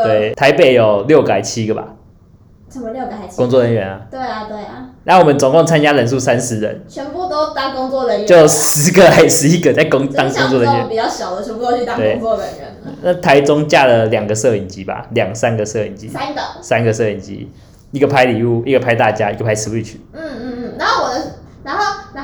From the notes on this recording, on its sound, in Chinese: 本集收音出點問題。會有點遠兒。